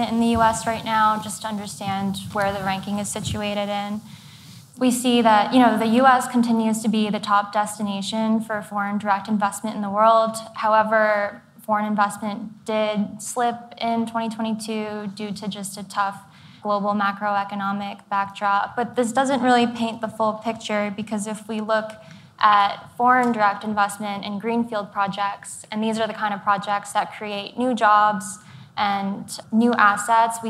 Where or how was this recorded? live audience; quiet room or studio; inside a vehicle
live audience